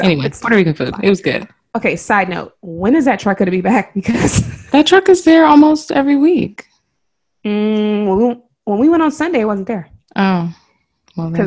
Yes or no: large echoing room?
no